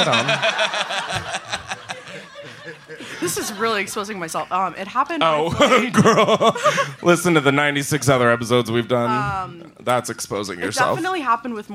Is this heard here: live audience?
yes